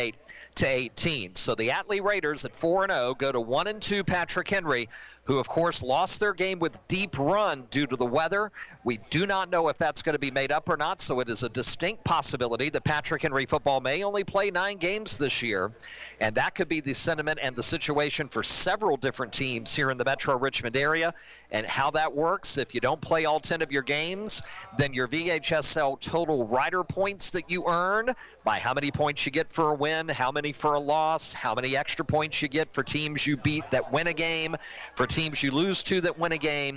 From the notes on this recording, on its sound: live from SportsPage Grille in Ashland